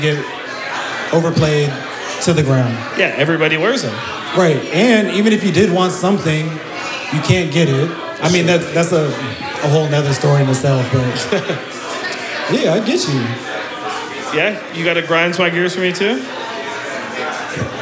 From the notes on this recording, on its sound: we made our way down to the Valley in Tacoma for our first ever live podcast